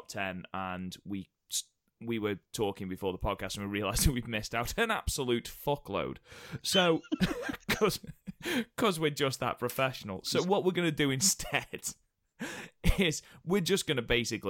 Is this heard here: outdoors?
no